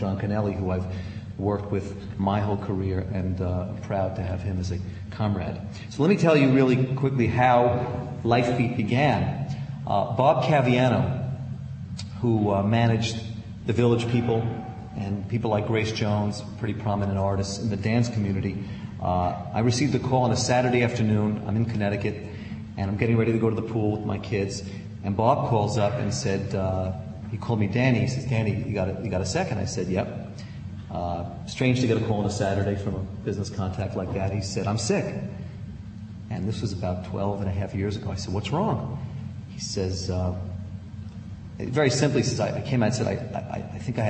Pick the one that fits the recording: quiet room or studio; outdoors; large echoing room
large echoing room